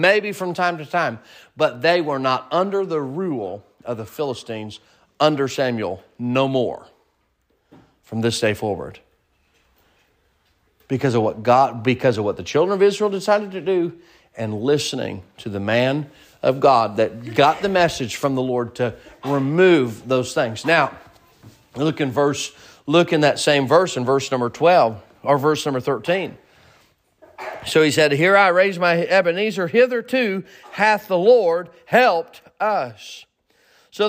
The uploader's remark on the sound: Sermon preached at Mid County Baptist Church